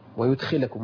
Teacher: نعم، هو بعض الناس يعني في قوله تبارك وتعالى ويدخلكم جنات الى اخر الايه البعض فضلا عن انه يعني يهدر القلقله او يضيعها نعم. او يسقطها، الا انه يقلب الدال تاء تمام ويدخلكم هكذا ويوت.